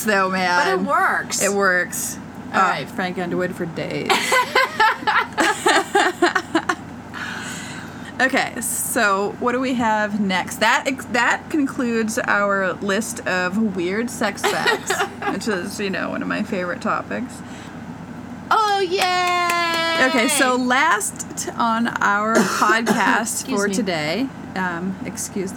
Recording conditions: sounds in the background